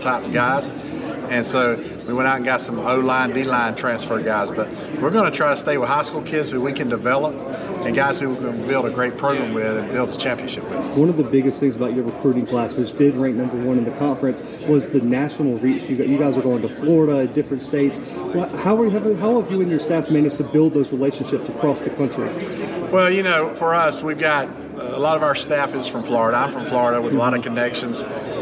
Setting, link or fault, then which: setting, busy venue